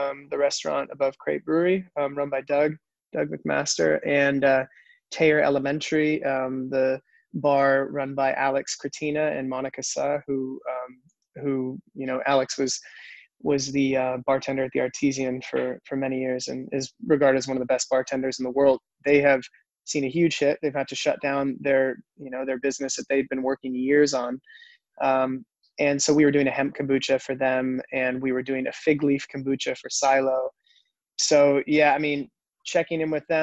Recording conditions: video call